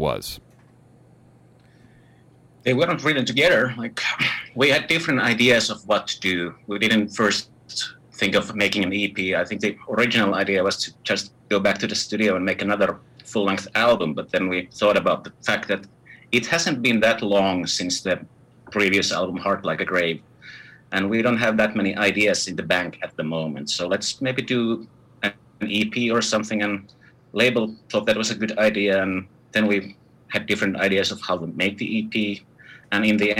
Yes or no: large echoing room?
no